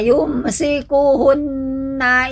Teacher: Di sini gunnah ya, musyaddadah, dia sempurna ya, ditahan ya 2 sampai 3 harokat.